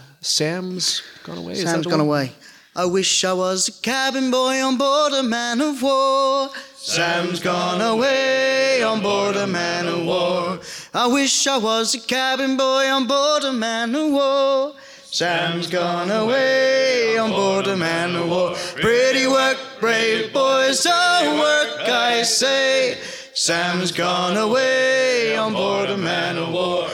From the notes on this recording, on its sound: We took the stage in front of the wonderful Fundy Sea Shanty Festival audience. In our first ever LIVE episode, we took the stage in front of the wonderful Fundy Sea Shanty Festival audience.